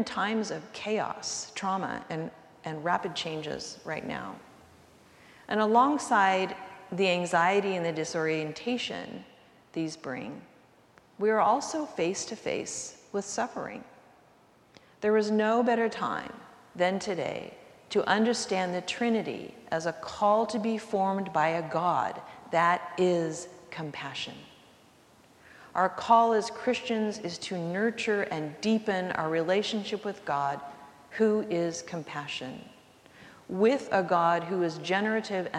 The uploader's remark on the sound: recorded live at the 10:00am service